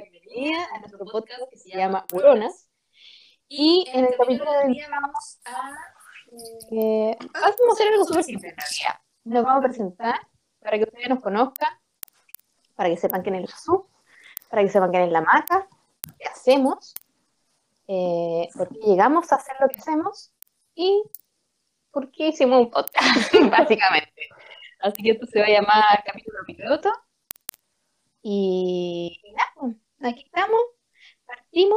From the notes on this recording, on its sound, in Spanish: Bueno, espontáneo pero con algunos problemas de audio.